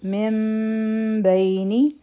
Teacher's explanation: دا من و لیکن دا به اوس مونږ میم وایو، ځکه چې د نون ساکن آواز چې دی دا میم ساکن ته بدل شو · Term: اقلاب